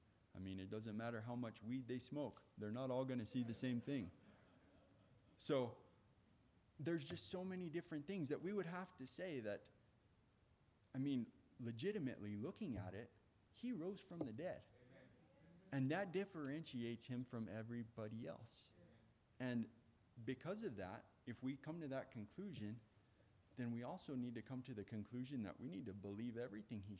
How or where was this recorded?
large echoing room